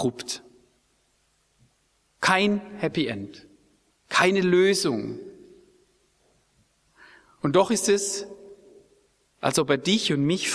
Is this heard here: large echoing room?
yes